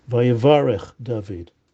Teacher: Okay, yivarech would be future, where emphasis would be on the later syllable of the resh. Here, the emphasis on the earlier syllable to indicate this is past tense.